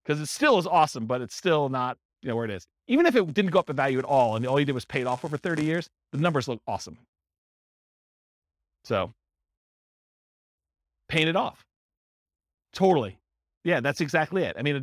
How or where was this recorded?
live audience